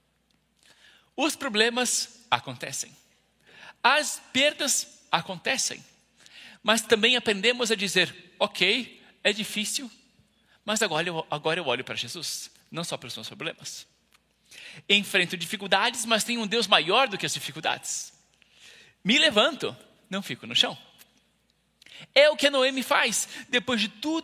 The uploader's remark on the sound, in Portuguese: IBMorumbi Culto Ao Vivo.